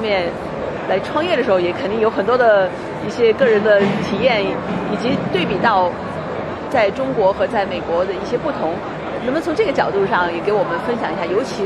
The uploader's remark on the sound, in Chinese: 在1月8日-11日的 CES全球电子消费展上。我在 AstroReality的展位上现场采访了她。